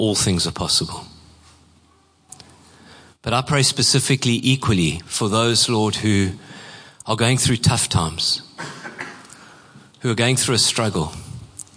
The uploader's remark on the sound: Preached at Horsham Downs on 27/08/23.